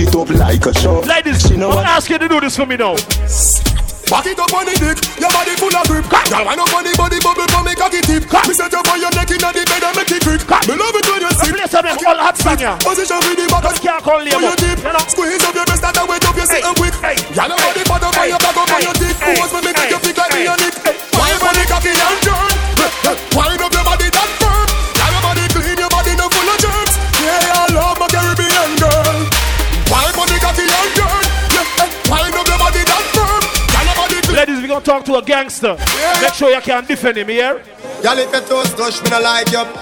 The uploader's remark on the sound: Live audio from Island Saturdays